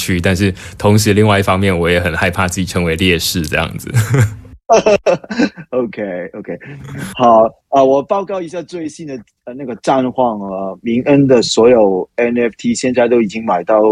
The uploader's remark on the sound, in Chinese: LikeCoin Discord 社群 AMA（Ask Me Anything）的錄音。後面 20 分鐘則是回答主持人和社群參與者的提問。